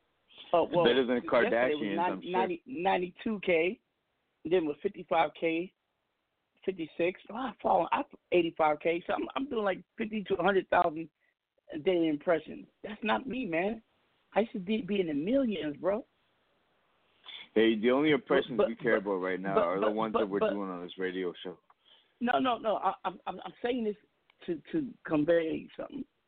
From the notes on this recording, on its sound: We have invited various people to call in and discuss some trending topics , current events and local happenings in their neck of the woods!